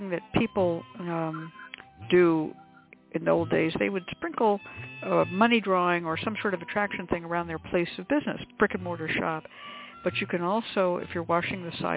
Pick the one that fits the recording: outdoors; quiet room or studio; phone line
phone line